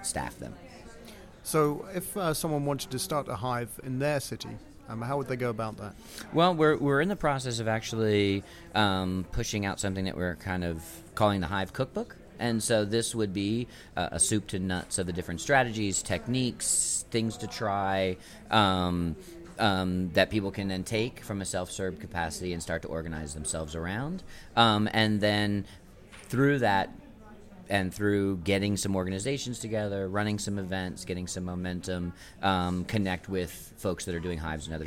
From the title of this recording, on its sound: at Mozilla Festival London 2013